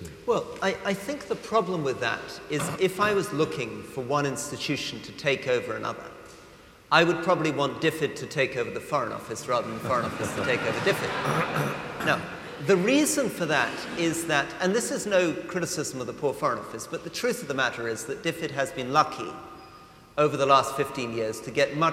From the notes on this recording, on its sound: Listen to an edited recording of the event on this week’s podcast.